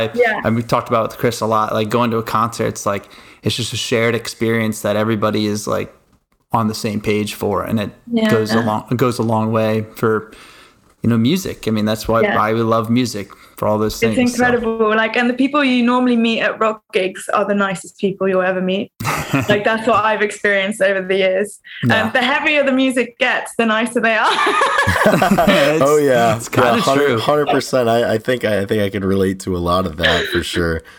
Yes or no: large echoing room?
no